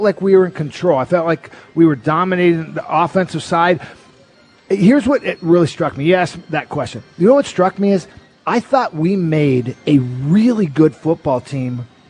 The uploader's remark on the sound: live at Snoqualmie Casino